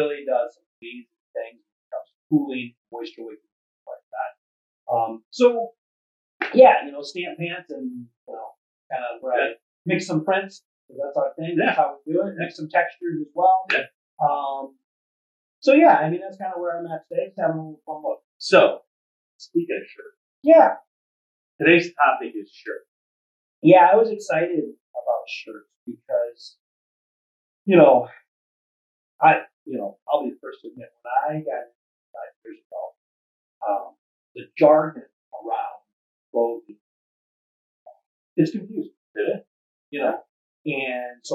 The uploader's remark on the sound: Wanky Audio. We had some unfortunate audio issues. Apologies for blowing out your eardrums.